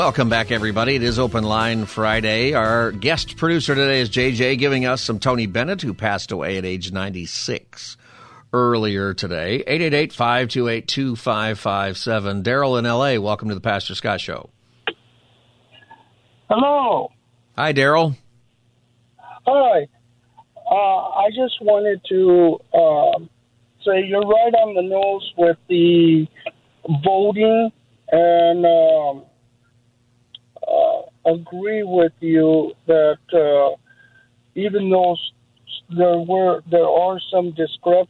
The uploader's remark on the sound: Open Phone Friday Continued.